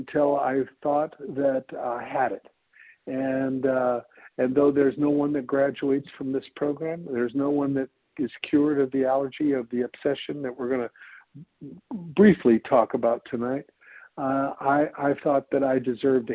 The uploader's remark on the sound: 100 Pounders Phone Meeting